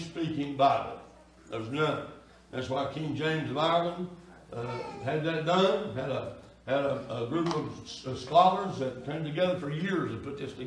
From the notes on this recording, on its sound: Sunday Night Worship Service